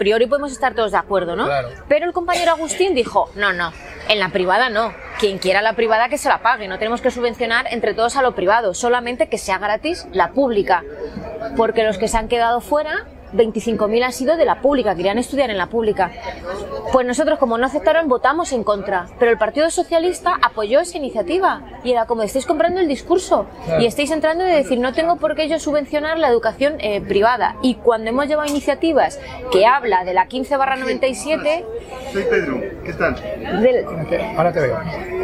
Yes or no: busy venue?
yes